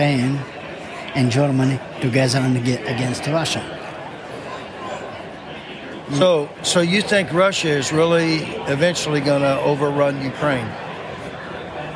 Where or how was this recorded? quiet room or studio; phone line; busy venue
busy venue